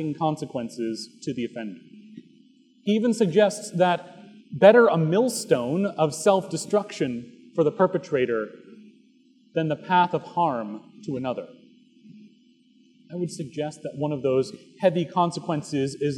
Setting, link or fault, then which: setting, large echoing room